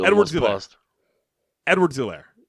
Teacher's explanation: They want to make sure they pronounce his name right, but they were too obvious about it. He almost paused between Edwards and Elaire.